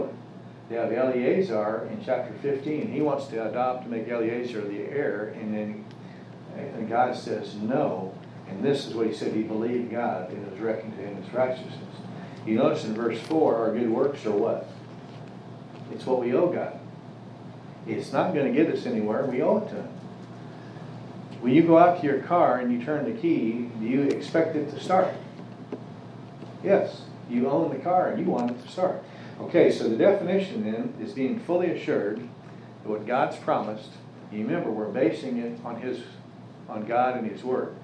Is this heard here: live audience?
yes